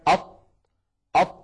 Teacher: نجد بأن قطعة من اللسان قد انطبقت على غار الحنك الأعلى · Term: الإطباق